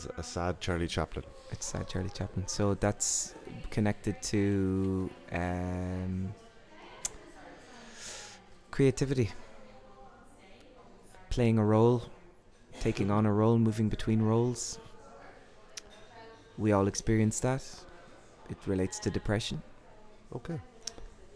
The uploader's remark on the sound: Invited to the Hedge School festival down in Doolin to interview some of the line-up. Hedge School is an artist run, not for profit festival for those who need to create. With music and literary workshops during the day and live performances at night.